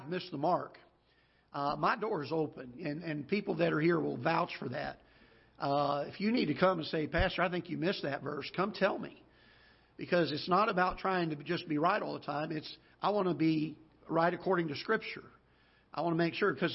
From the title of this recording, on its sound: Ketha Heights Baptist Church ~ Live Broadcast